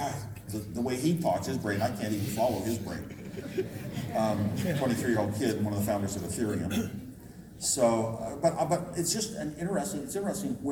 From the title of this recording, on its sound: LIVE at Crypto Invest Summit 2018 (part 1)